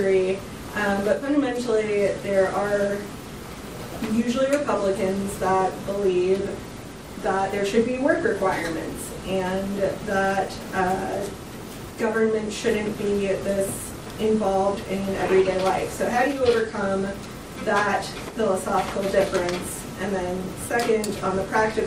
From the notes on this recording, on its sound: Full Press Conference.